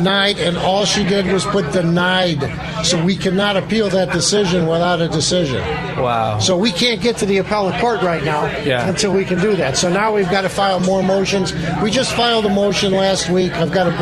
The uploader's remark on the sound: Live From Lake Michigan